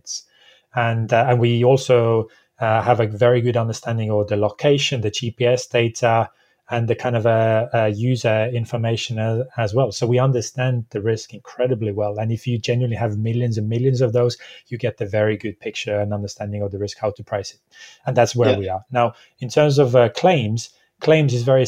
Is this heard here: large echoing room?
no